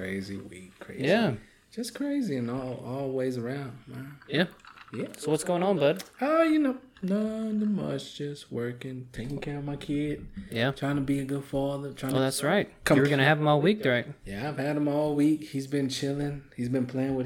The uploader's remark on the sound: fully unedited and a weird echo